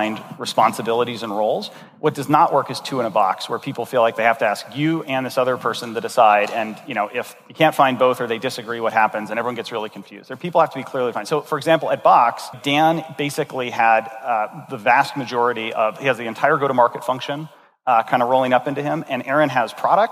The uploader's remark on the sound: This episode was recorded at Saastr Annual 2016